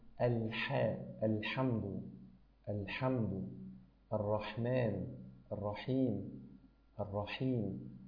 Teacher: ذكر أن هناك في حرف الحاء صفة تسمى بالبحة